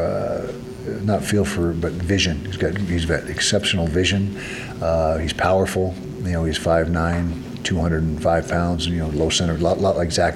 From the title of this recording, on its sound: Press Conference - September 9, 2019